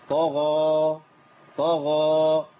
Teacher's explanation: طاء مفخمه غين مفخمه الالف تابع ليهم، يبقى عندي كله مفخم.